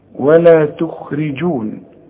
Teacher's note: عندي الخاء مفخمة لكن في تالت درجة من درجات التفخيم